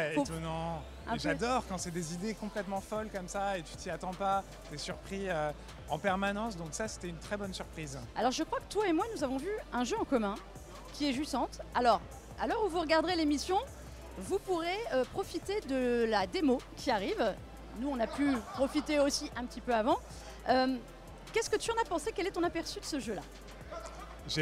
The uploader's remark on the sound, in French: En direct de la Gamescom 2023